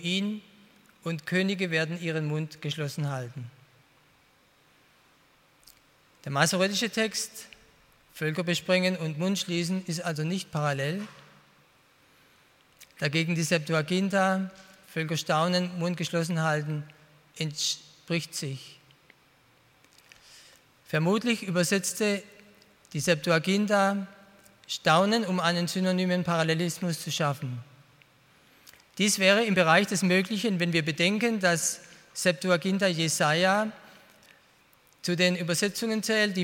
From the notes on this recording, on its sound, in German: bei einer Veranstaltung der Internationalen Hochschule Liebenzell (IHL)